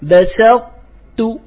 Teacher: لإدغام الطاء في التاء فهذا إدغام ناقص قولا واحدا لجميع القراء، أن تدغم الطاء في التاء مع بقاء صفة الإطباق